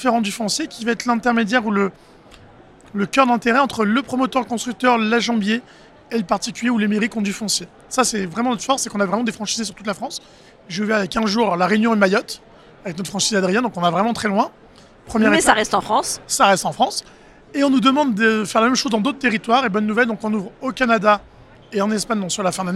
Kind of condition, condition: setting, busy venue